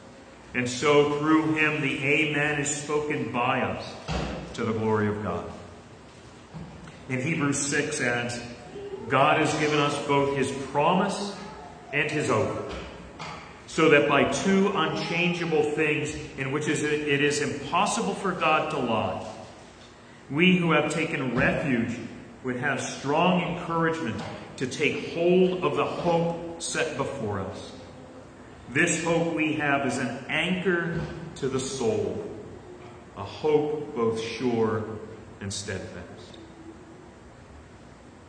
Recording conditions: live audience